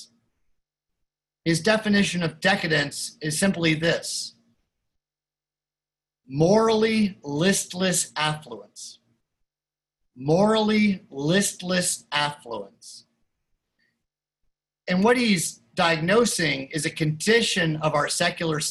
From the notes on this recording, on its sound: Recorded live in Zoom.us. Opening bell chiming by the Philadelphia Guild of Change Ringers.